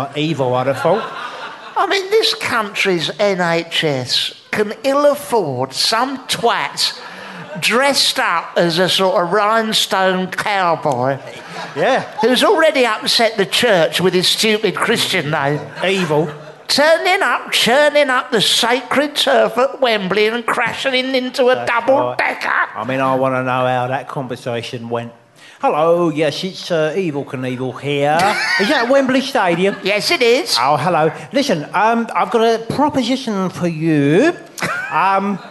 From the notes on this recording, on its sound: Live At The Guanabara Club, Covent Garden. 250 fans at fever pitch turn up.